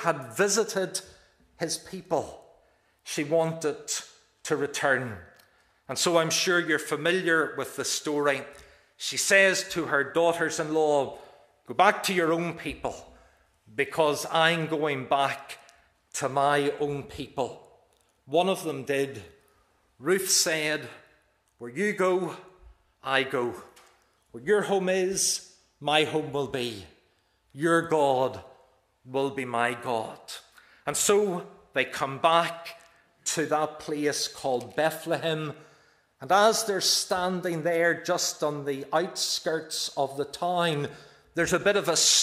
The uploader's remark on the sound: This is the recording of the Bible reading and sermon from our evening service on Sunday 21st May 2023.